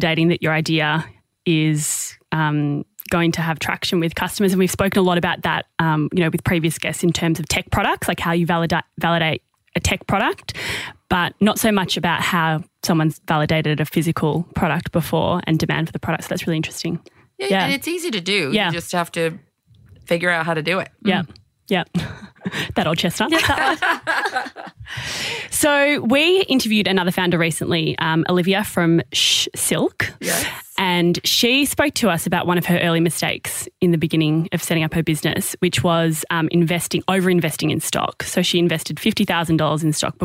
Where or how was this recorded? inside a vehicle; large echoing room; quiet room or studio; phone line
quiet room or studio